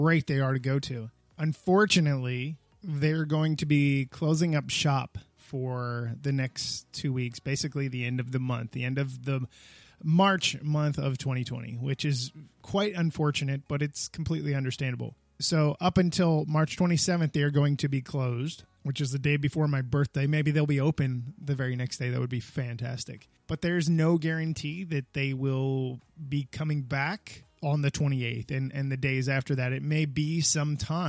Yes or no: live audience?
no